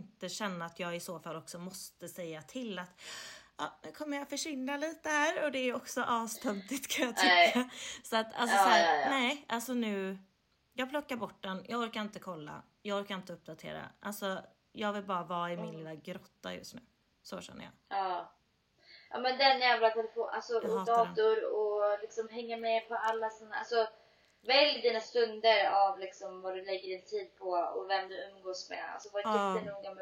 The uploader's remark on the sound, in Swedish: därav ljudet är lite lägre överlag och hennes inte är i bästa kvalité